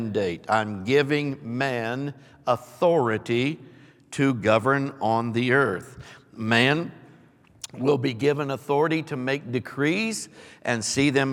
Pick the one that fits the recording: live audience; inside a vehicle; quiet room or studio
live audience